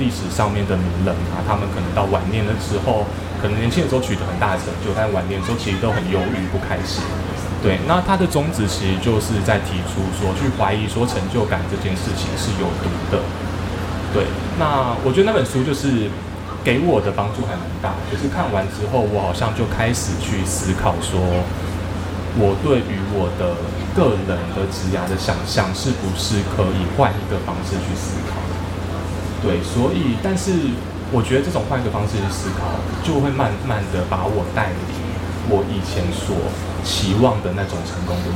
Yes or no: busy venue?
yes